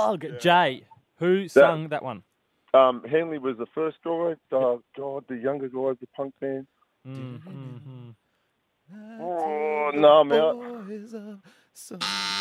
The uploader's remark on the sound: joins us on the phone